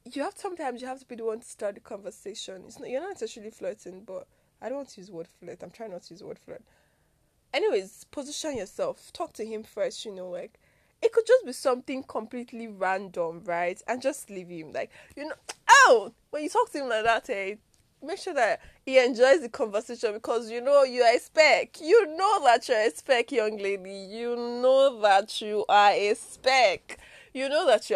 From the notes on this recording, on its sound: ignore any background sound